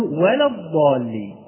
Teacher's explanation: ليس يعني أن ننطق بالضاد نطقا صحيحا أن نفخم اللام